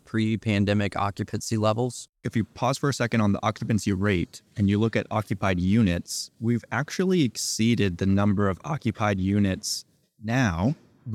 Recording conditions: busy venue